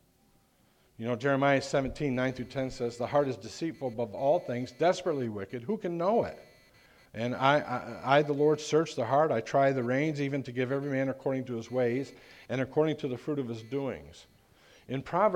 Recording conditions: large echoing room